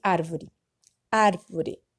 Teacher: A sílaba tônica está no ar, por isso que eu falo árvore. Se a sílaba tônica estivesse no, no do meio, vou, fica, a gente falaria arvore.